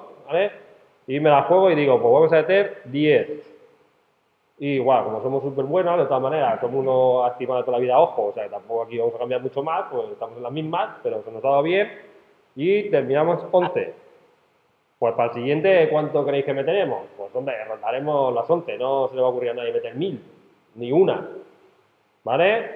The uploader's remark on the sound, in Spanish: Grabado en una clase